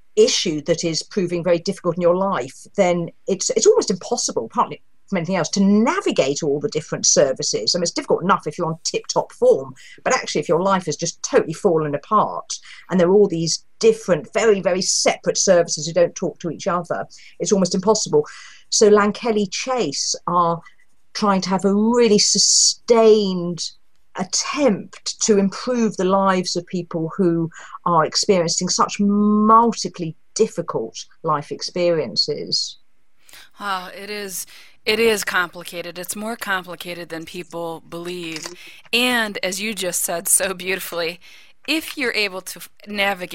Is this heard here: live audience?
no